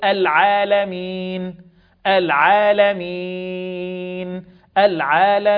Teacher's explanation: مد عارض للسكون، فيه القصر والتوسط والإشباع